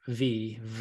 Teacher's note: his w's sound like v